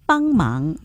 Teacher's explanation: 面去把它炸掉了还是放在油锅里面炸呢？哦咁应该是炸鸡了。没错啦、哦、每次去嗌嘢食就知道了，对了，要炸鸡炸就已经对了，不要炸就不要油炸就不对了。所以同学呢我在这儿要称赞的哈、做得很好。那么也有几个音呢就被我听到了，对，你看等下，你看等下做芹菜炒肉丝，你看这个等字的那个后鼻音呢就不到位了。咦，是不是有点鼻塞呢、我听到有些同学都好像有点鼻蒙蒙好像鼻塞塞这样。这个相信是少少的一些位移的。后鼻音要到位哈、注意一下。还有一个呢就是帮忙的那个词语啊，这个词语的声、那个音呢就有点不够清晰。首先呢就是说那个帮字呢它是后鼻音的哈。忙字呢也是后鼻音的、所以读起来呢要注意一下帮忙哈，这样就好了。那么另外一个呢就是什么、也是我们说的常犯的一个音哈，我听到了什么问题，应该要是什么问